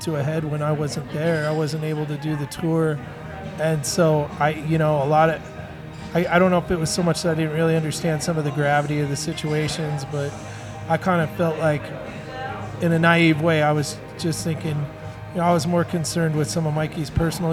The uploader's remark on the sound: Over the course of several beers at Cerebral Brewing. Cell phone demo.